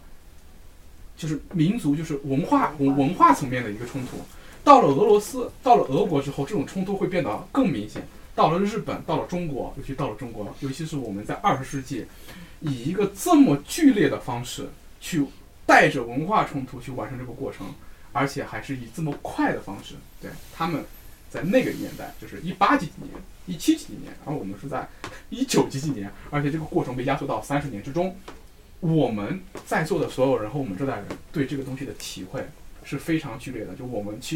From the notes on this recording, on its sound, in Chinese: 这是一期非常放松的谈话，录音环境稍有嘈杂。